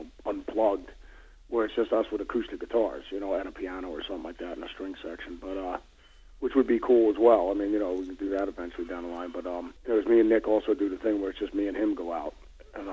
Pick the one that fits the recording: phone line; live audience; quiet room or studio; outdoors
phone line